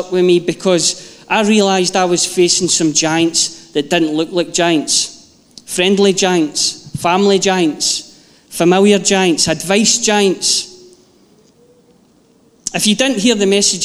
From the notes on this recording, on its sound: Live from our Sunday gathering on 31/07/22